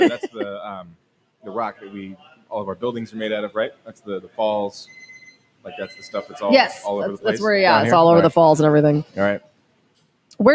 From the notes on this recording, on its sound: records episode 41 live from Fernson Downtown and virtually at Lost Cabin Beer Co.